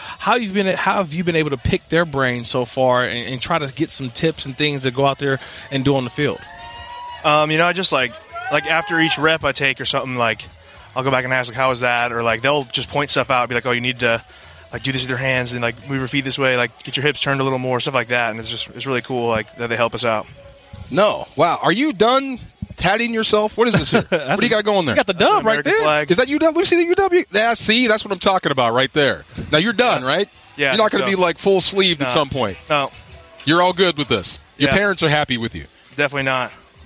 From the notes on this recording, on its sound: live from Rams training camp in Irvine